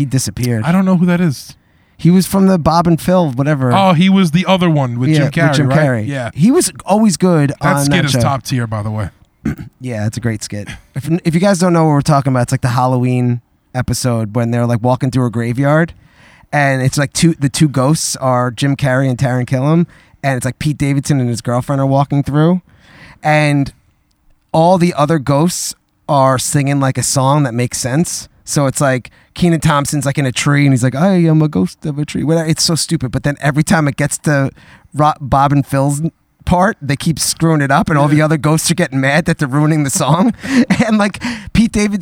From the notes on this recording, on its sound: On their first ever live backyard show